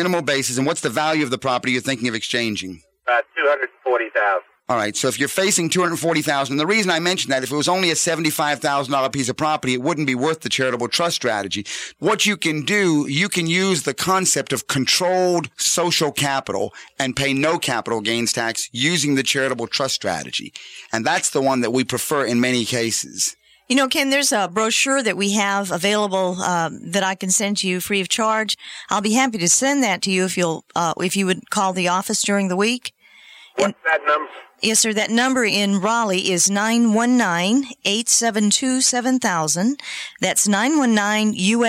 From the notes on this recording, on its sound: Financial planning call-in show.